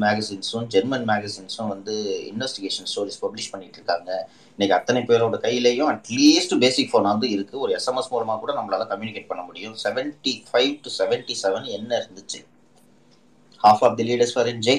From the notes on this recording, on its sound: Recording of Twitter Spaces Session